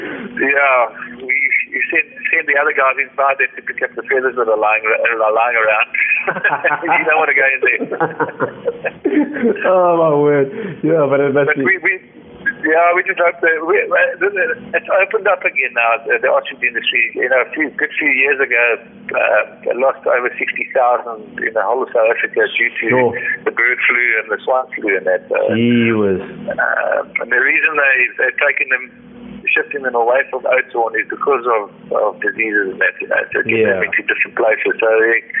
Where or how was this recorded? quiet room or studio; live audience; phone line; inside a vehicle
phone line